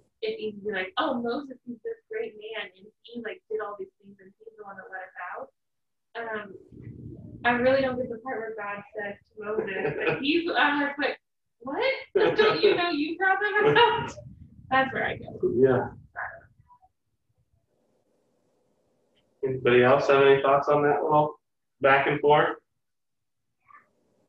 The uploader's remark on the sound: Not everyone is in the same room, we are working on some audio solutions.